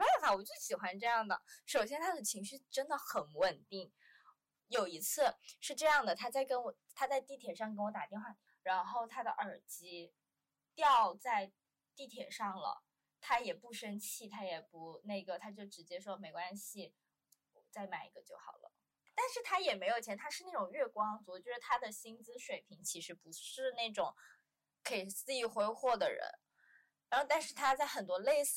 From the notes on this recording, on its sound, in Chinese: 忘记带麦克风，导致本期听感不太理想